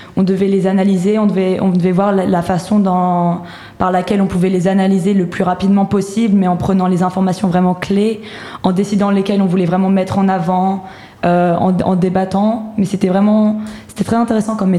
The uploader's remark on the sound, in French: La Méridienne en direct du Prix Liberté.